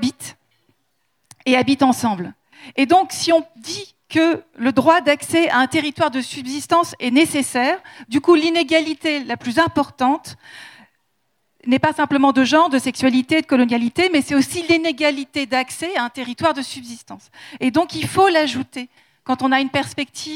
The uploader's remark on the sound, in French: Conférence enregistrée en public à la REcyclerie